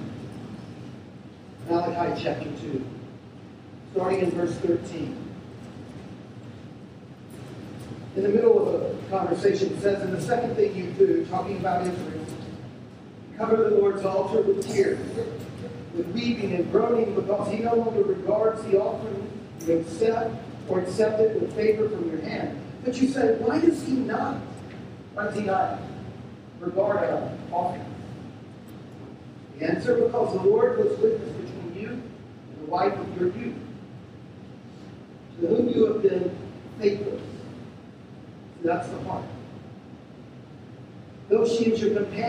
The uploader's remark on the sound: We're sorry for the poor sound quality of this recording.